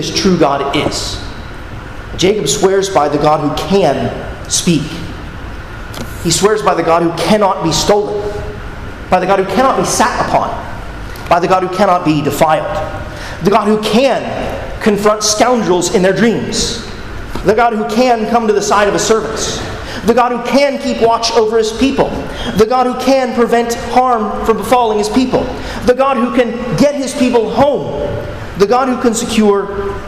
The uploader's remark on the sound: at Arlington Baptist Church in Arlington, Virginia